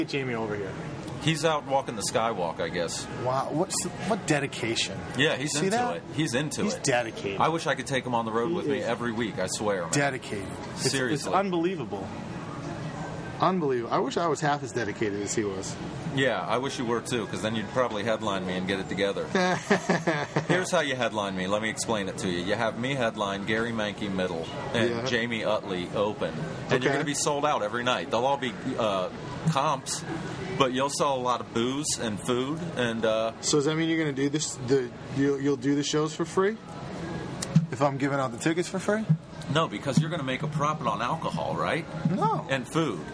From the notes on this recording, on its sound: This episode was recorded at the Improv Comedy Club in Louisville, Kentucky.